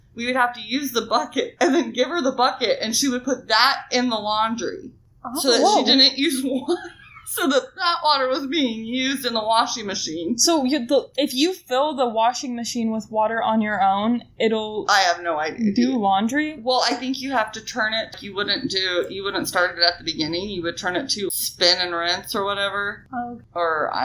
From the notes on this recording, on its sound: Sorry in advance for the poor microphone quality.